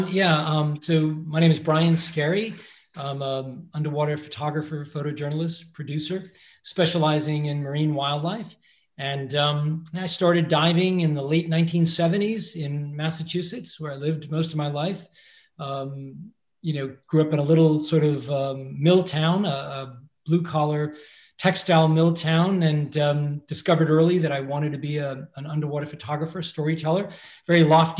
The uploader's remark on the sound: We were able to have a zoom call interview